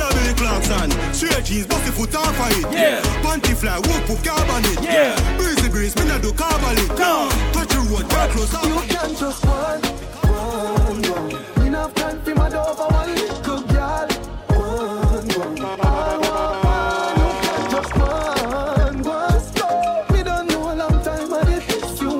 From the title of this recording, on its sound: LIVE AT ISLAND SATURDAYS ON JULY 6TH